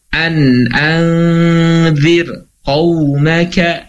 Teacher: Walaupun setelahnya ada qa, maka ra-nya tetap dibaca tarkik.